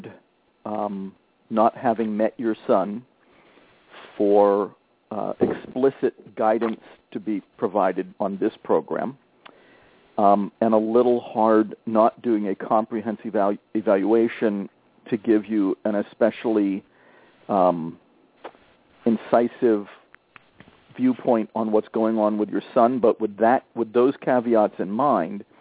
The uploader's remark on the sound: concerns from live callers